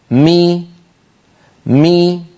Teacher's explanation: ولما يقول القائل مي مي، فبتباعد الشفتين خرجت الميم، وبانخفاض الفك السفلي قليلا وارتفاع وسط اللسان قليلا خرجت كسرة الميم. إذن في الحرف المتحرك عملان: تباعد طرفي عضو النطق وأصل الحركة، ومخرج أصل الحركة ألفا إن كان الحرف مفتوحا، وواوا إن كان الحرف مضموما، وياء إن كان الحرف مكسورا.